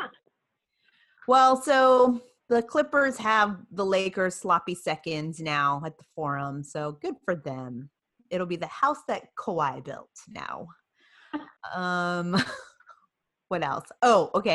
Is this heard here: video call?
yes